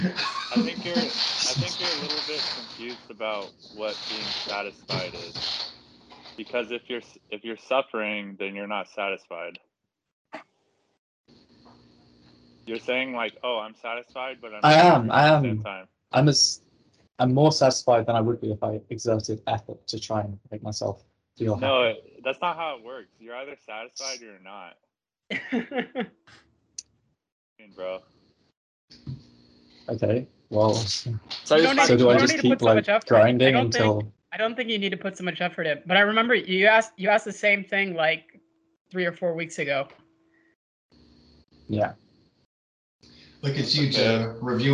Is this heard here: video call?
yes